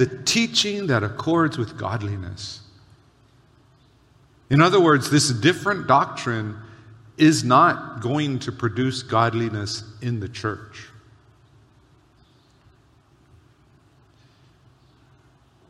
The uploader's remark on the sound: Recorded on July 23, 2023 at Waialae Baptist Church.